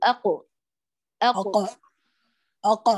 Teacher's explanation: والأمر الثالث نحافظ على تفخيمه أيضا، فهو كما أنه شديد مقلقل هو شديد ومجهور ومفخم